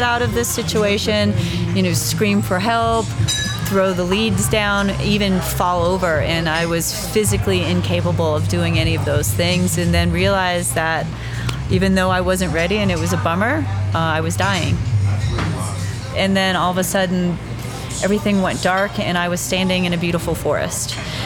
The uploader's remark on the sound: On Location in Rocky Mountain National Park, Colorado. We visit her new restaurant Bird & Jim.